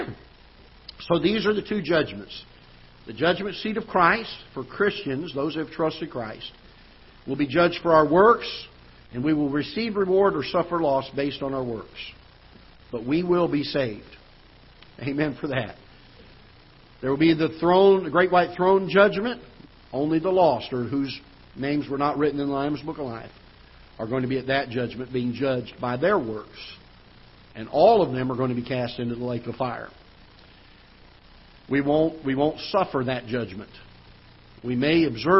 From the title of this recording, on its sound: Ketha Heights Baptist Church ~ Live Broadcast